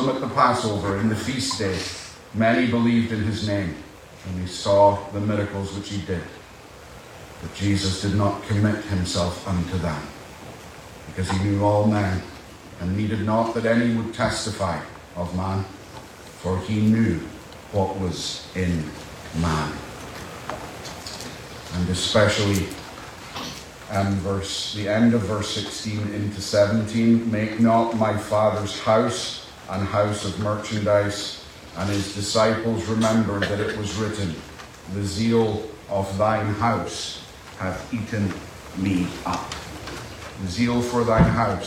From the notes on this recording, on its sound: Apologies for the poor audio